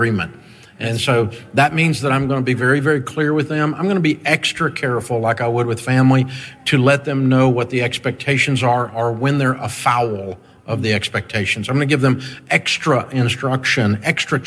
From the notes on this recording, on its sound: Live From EntreLeadership 1-Day. Over 1,000 small-business owners and leaders from around the country joined us in Grand Rapids, Michigan.